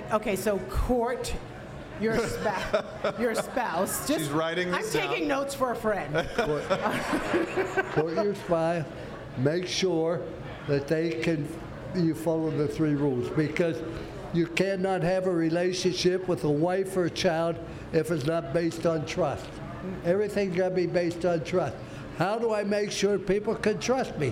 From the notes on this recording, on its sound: News 6 Insiders and other viewers were invited into the room as Florida’s Fourth Estate hosted a live recording. Miller’s Ale House in Winter Park Village.